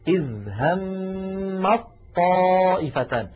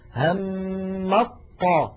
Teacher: فبدل من أن تقول العرب همت طائفتان، همت طاء، فاللسان يترك المكان ثم يعود إلى المكان بذاته، بدلا من ذلك يحولون التاء إلى طاء فيلتقي طاءان، الأولى ساكنة والثانية متحركة، فيدغمون الأولى في الثانية فيقولون إذ هم الطائفة. · Term: الإدغام